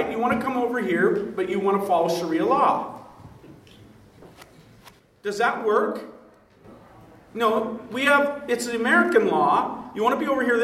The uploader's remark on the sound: The following audio comes from the National Disciple Making Forum.